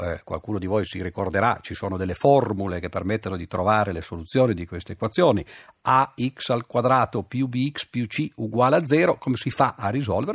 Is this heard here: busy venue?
no